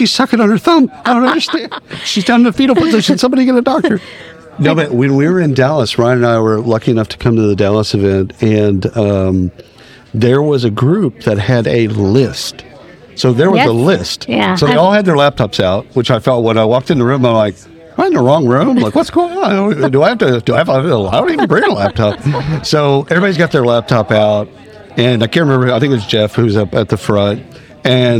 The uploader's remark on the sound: Live at the isolved Connect roadshow in Palm Springs. Live at the isolved Connect roadshow in Palm Springs.